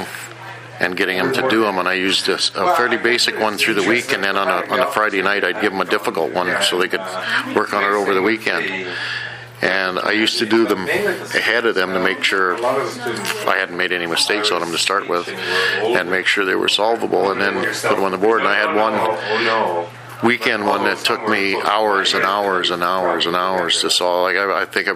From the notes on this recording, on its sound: This podcast was recorded during CUSO-VSO's 50th Anniversary Kick-off celebrations in Vancouver, BC.